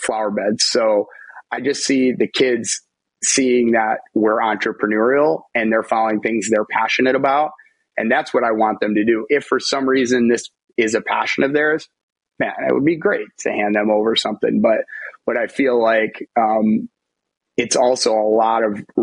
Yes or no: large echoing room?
no